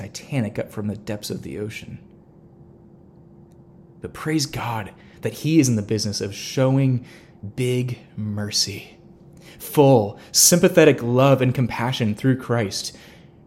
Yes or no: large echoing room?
yes